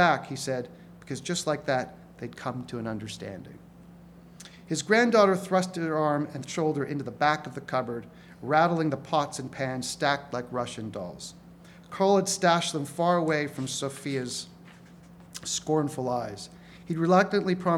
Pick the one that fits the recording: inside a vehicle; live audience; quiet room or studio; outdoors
live audience